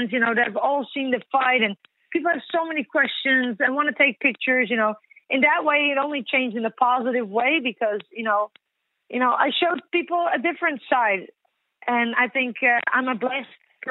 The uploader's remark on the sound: Post-UFC 208 Conference Call